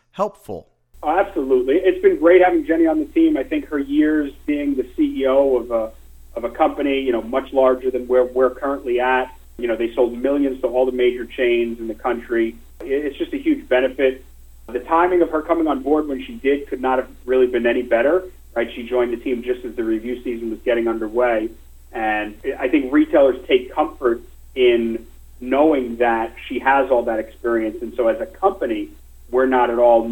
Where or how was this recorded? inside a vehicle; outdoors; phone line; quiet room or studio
phone line